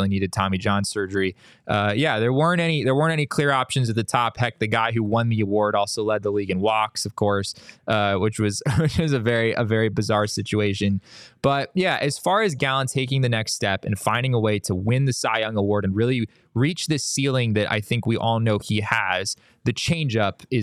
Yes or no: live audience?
no